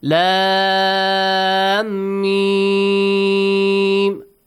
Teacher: The mad is wajib. You have to stretch for 6 counts. · Term: Maddul lazim